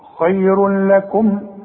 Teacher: تدغم التنوين في اللام وما يبقاش عندك غنة · Term: ادغام كامل بدون غنة